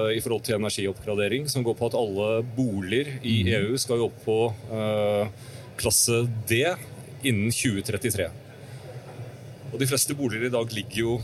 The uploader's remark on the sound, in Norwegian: Live fra Bygg Reis Deg. Live fra en av messehallene på Lillestrøm.